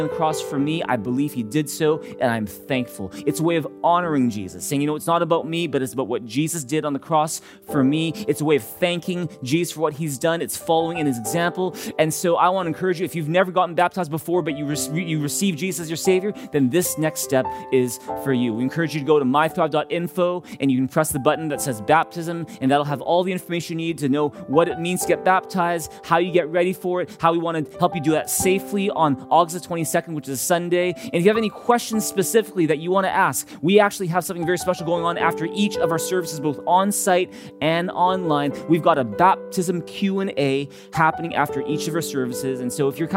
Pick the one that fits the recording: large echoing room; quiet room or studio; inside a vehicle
large echoing room